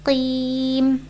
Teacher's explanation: Now we have a qaf, it's a full letter. Even though it has a kasra on it, it's still full.